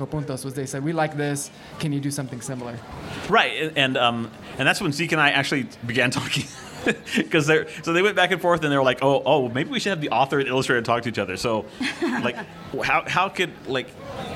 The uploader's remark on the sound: a session from the 2019 Tucson Festival of Books